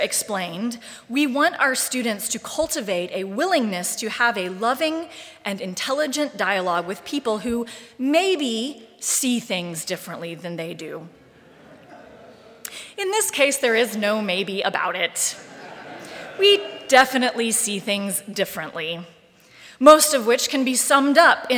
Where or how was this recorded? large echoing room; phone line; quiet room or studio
large echoing room